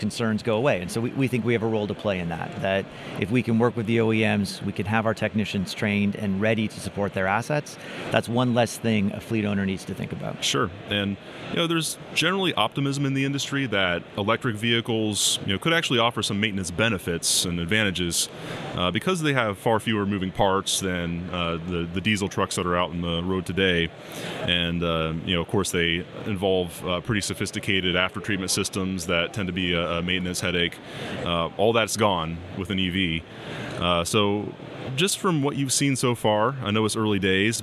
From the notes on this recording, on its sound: on the show floor of the Technology & Maintenance Council's annual meeting